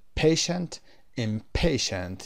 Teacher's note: Impatient یعنی قسمت پی در هر دو حالت استرس میگیره